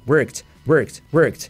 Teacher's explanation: Añadimos ese sonido de pasado, esa T en tu cabeza.